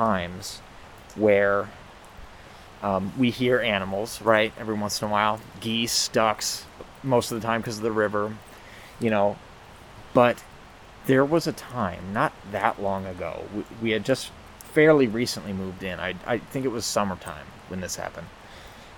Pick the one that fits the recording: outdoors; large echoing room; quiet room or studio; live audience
outdoors